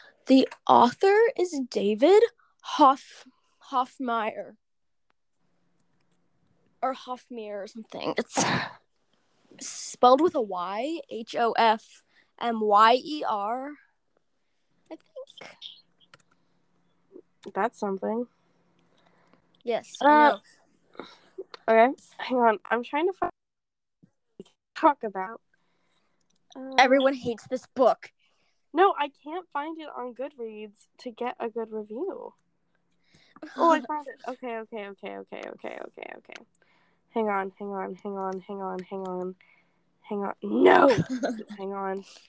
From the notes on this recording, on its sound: Not the best audio sorry lol.